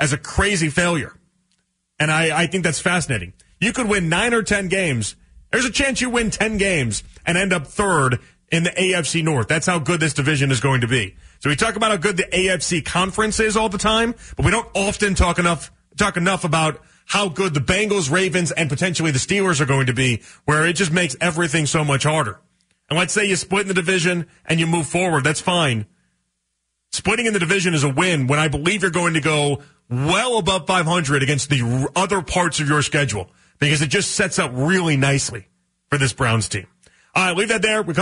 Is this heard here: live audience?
no